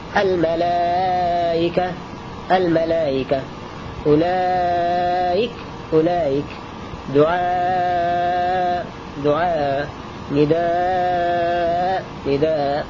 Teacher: فيقف عليها بالتسهيل حمزة مع المد والقصر · Term: التسهيل بين بين